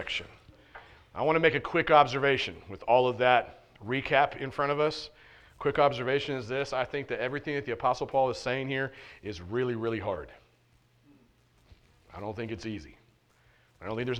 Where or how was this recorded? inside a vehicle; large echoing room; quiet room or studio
large echoing room